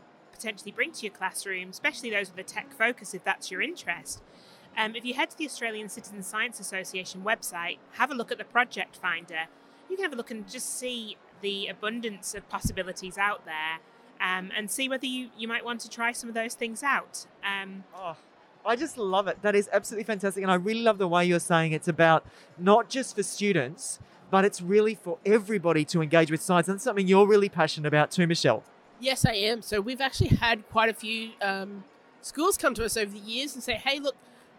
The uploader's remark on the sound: on location at EduTECH 2022